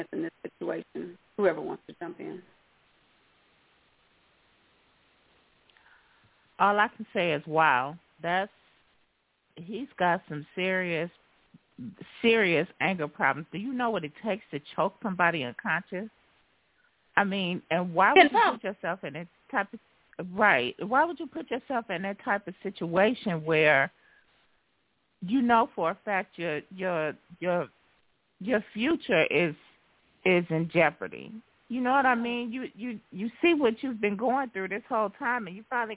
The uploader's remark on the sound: your phone calls